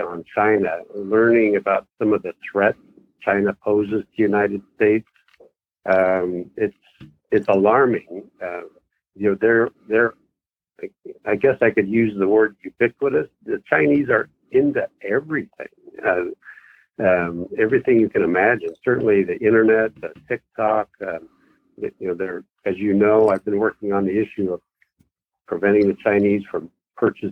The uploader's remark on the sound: Weekly Call In Session